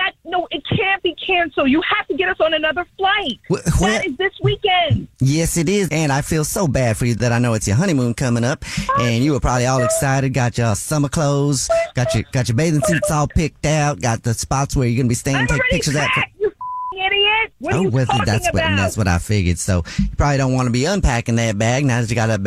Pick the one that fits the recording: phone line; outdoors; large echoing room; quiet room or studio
phone line